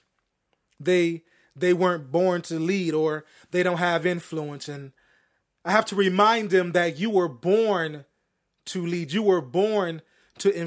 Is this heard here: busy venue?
no